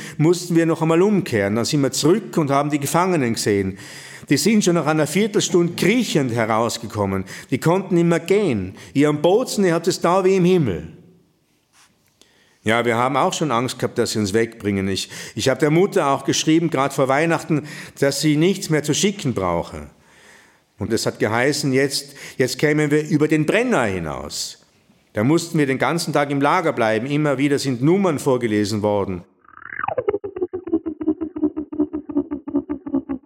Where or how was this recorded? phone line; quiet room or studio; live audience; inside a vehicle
live audience